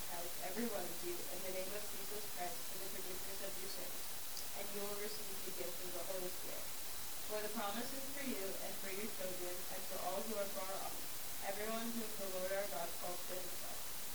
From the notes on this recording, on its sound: We apologize for the audio quality issues on this episode.